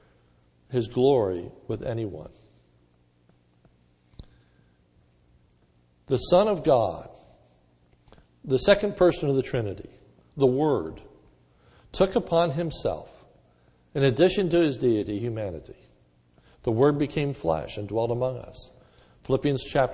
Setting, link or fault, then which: setting, large echoing room